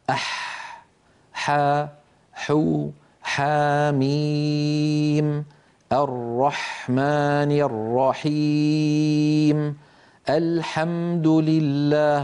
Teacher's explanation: اللوحة التي بعدها نرى مخرج حرف الحاء، انظروا إلى حرف الحاء كيف أن لسان المزمار يرجع ولكن قليلا، لا يرجع بالمقدار الذي كان يرجعه عند حرف العين، لذلك نطق الحاء أسهل من نطق العين.